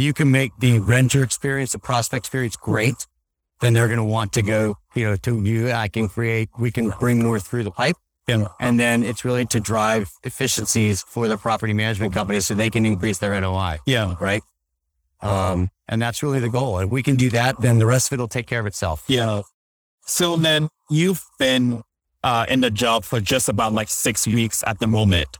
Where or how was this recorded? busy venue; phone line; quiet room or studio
busy venue